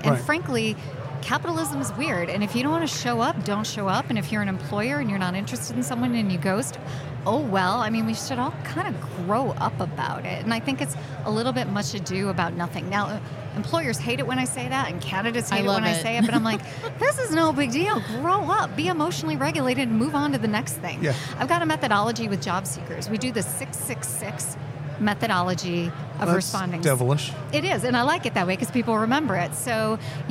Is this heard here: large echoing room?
no